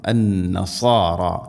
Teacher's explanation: മണിക്കണം ലൈസത്തിന്ന നൂൻ ഷദ്ദുണ്ട് ഗുന്ന ചെയ്യണം അന്നസാറ സ്വാദ് സ്വാദ് ഇസ്തിഇലാഇൻ്റെ അക്ഷരമാണ് സ്വാദ് ഉച്ചരിക്കുന്ന സമയത്ത് സ്വരഭാരത്തിൽ ഉച്ചരിക്കണം നാവിൻ്റെ മധ്യഭാഗം അണ്ണാക്കിലേക്ക് ഉയർന്നു നിൽക്കണം